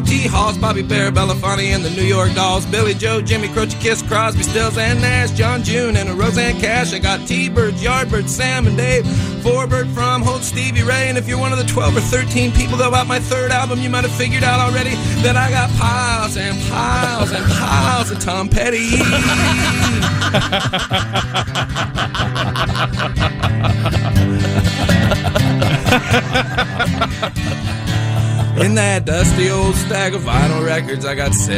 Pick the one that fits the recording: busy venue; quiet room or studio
busy venue